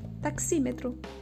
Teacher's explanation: a palavra taxímetro, ela tem um pouquinho de força no tá, tem maior força no xi e menos força no me e no tro. · Term: sílaba subtônica